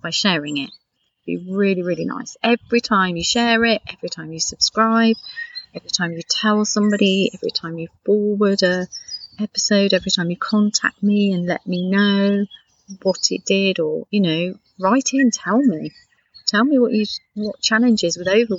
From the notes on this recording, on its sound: This episode was recorded in my garden, just because I can.